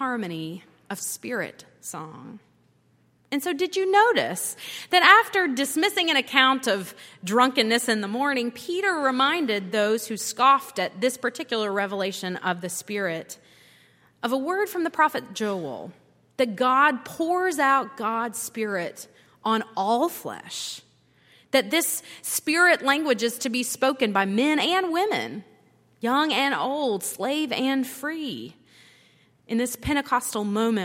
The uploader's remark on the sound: at Highland Baptist Church.